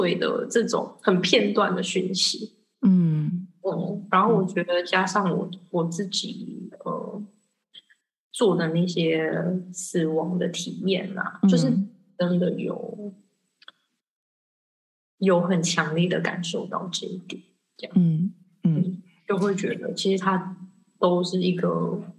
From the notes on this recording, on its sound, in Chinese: 這集因為遠端連線，錄音品質比較差一點。